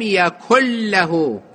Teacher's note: شوفوا يكن هذه نون وراها لام يصير إدغام، ولم يكن له تتحول هالشكل يصير إدغام.